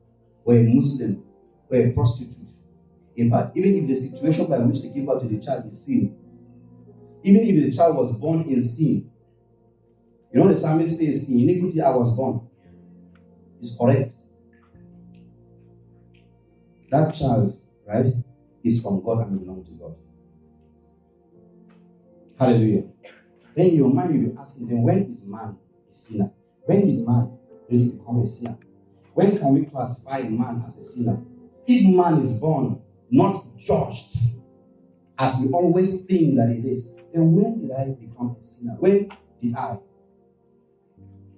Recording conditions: poor sound quality